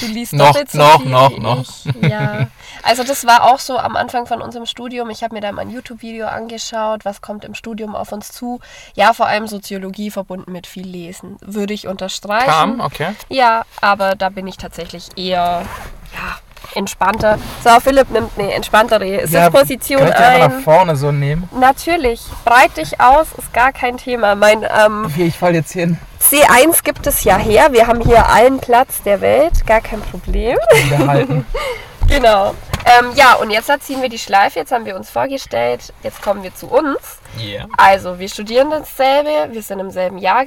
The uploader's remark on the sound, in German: Das Setting bei der Aufnahme der Folge dürfte ungewöhnlich sein: so klären wir, warum wir während der Aufnahme in einem Citroen C1 sitzen